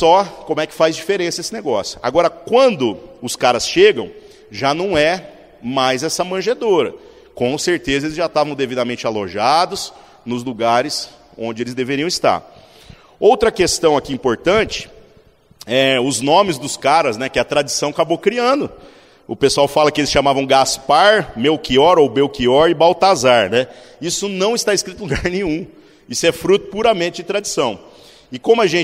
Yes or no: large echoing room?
yes